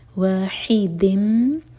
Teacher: वाहिदिम इदगाम गुन्ना के साथ, मीम पर टाइम देंगे